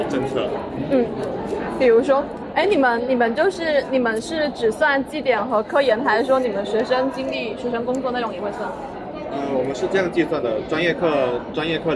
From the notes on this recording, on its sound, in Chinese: 是朋友来学校附近找我吃饭，顺便的聊天录音。环境嘈杂，多多包涵。